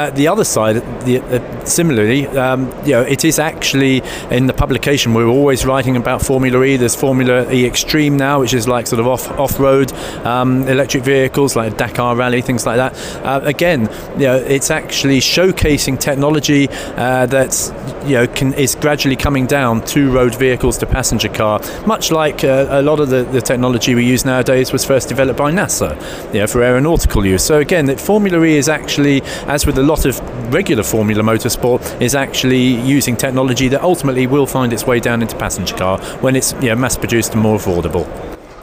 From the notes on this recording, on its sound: on the road at the World Nuclear Exhibition